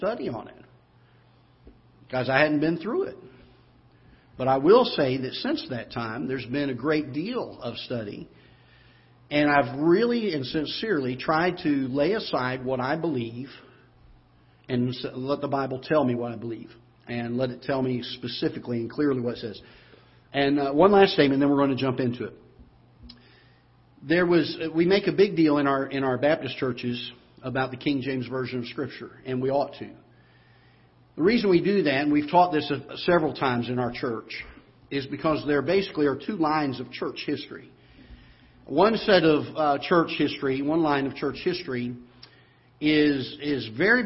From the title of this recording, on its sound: Ketha Heights Baptist Church ~ Live Broadcast